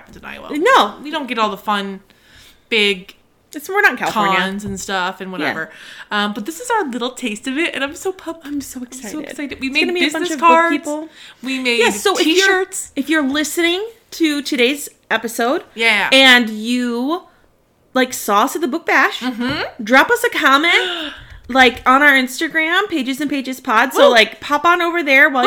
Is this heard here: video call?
no